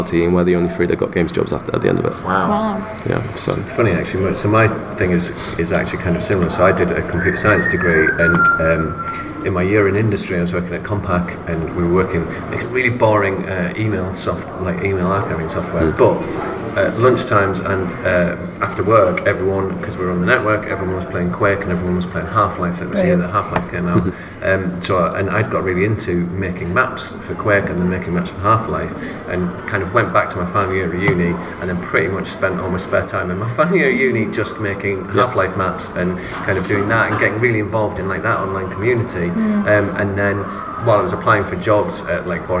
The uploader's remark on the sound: Recorded at EGX Rezzed 2017. The first of this year's GamesIndustry.biz Careers Fairs.